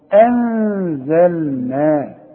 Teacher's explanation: أنزلنا نون بدون تشكيل اهي قدامك اهي، وبعدها زين، والزين من حروف الاخفاء، حخفي وغن